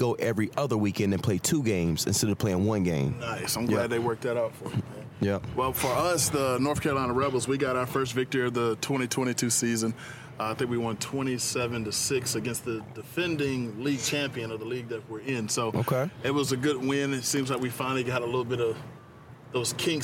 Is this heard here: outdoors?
yes